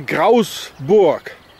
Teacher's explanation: the Bernese, different from the other cantons here in Switzerland, even the cantons that speak German or Swiss German, they don't pronounce the L. So the word Graalsburg, Grasburg, or Graalsburg as it used to be in German, would be pronounced here Grausburg.